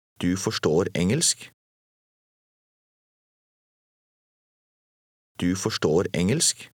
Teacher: Notice how the speaker's voice rises a little at the end.